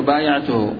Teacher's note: الفعل بايعته الألف فيها ممالة بسبب الياء التالية لها في كلمتها